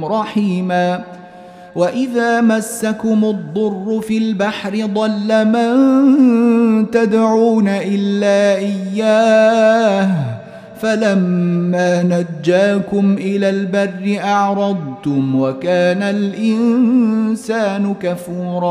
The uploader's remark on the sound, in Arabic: مسجل من صلاة التراويح بمسجد السلام بحي مشرفة بجدة.